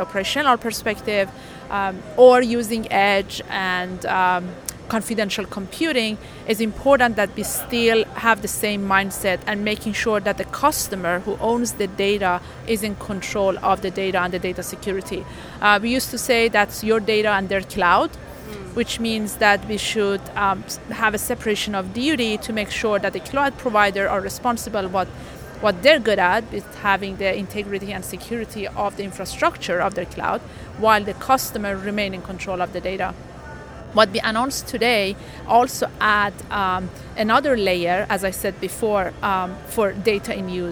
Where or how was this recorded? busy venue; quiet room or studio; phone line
busy venue